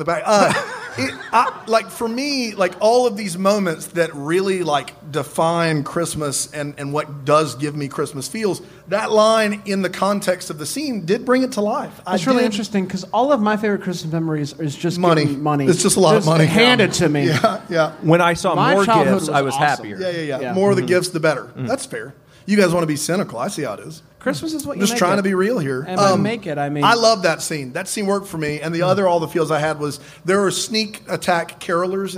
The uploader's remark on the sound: LIVE from NYC